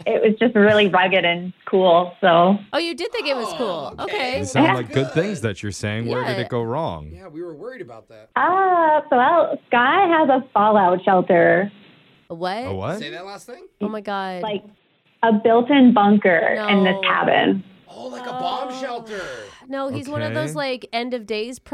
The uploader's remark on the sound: The person on the phone for today’s Second Date.